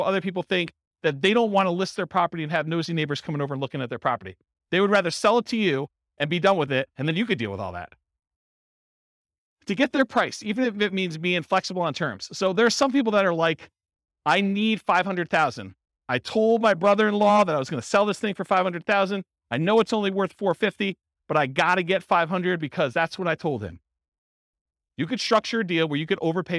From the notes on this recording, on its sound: This was a live class recorded